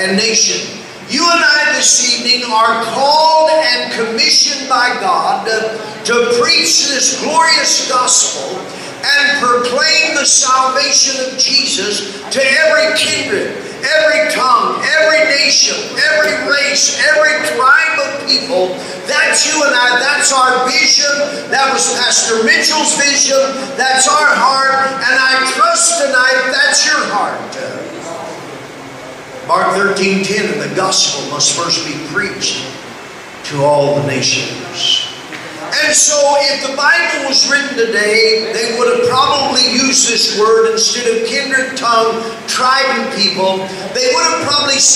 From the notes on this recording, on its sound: LOW SOUND QUALITY.